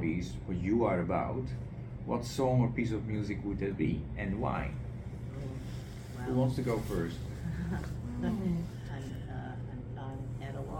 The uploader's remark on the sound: Episode 109 was recorded at the West Seattle food bank, so the quality of the recording is below